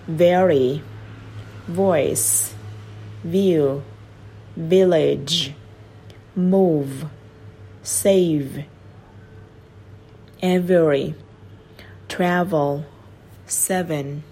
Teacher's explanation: V thì nó là cổ rung bởi vì nó là hữu thanh, thì mình sẽ đặt khẩu hình như âm F nhưng cổ mình có rung này.